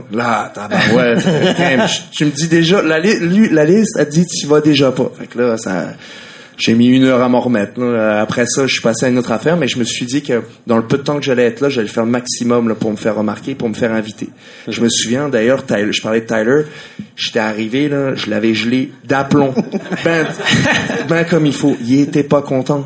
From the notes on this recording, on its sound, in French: Enregistré devant public au Festival Zoofest 2017